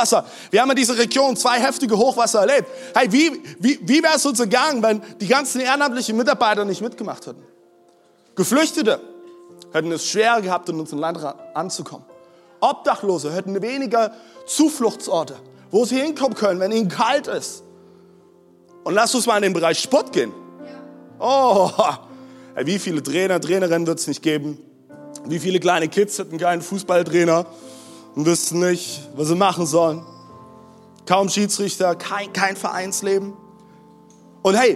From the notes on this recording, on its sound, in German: Audiomitschnitt der Predigt vom 16.04.23.